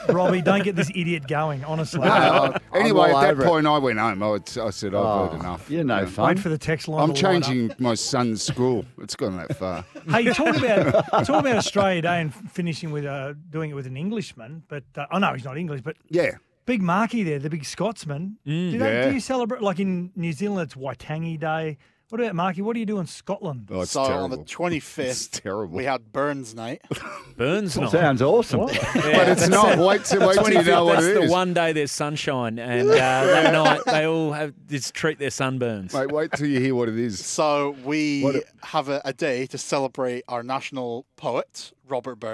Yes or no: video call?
no